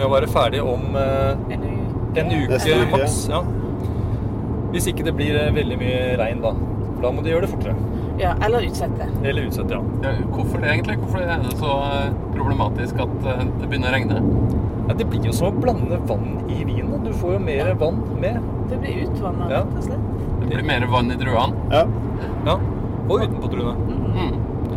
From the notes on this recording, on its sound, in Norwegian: Lyden er ikke helt super i denne episoden, men forhåpentligvis tåler du litt bilstøy. Det var nemlig så spennende å være med på innhøstingen at vi måtte ta opp podcasten mens vi kjørte bil... Dette er den andre av tre episoder fra vårt besøk i det franske vinområdet Jura.